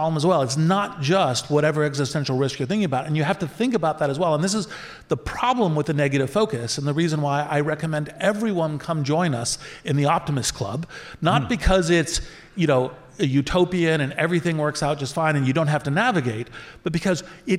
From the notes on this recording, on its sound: Live on Stage. A very special session from the recent LiveWIRED event celebrating WIRED’s 30th anniversary.